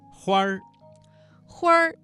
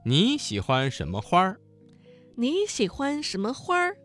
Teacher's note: 花儿这个词当中的花字加了一个卷舌音变成了儿化音